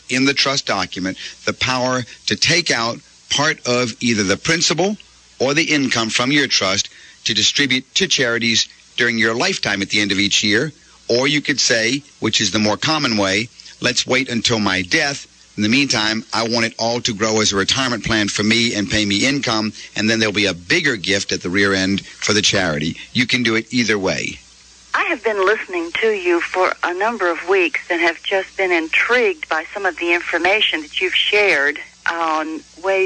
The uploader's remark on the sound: Financial planning call-in show.